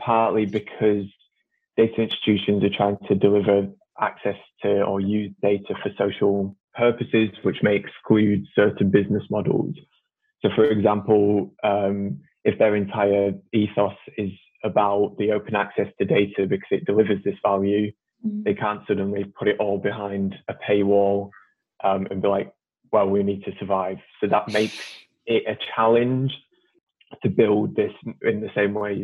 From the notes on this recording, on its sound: This podcast was recorded remotely over Zoom.